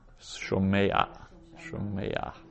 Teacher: So you pronounce the patach before the ayin. · you have a patach under a final ayin or a final chet, and it's the only instance where the vowel gets pronounced before the letter under which it occurs. And also, the vowel is not fully lined.